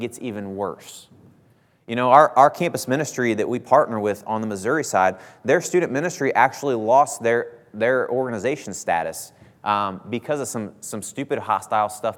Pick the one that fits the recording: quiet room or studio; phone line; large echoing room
large echoing room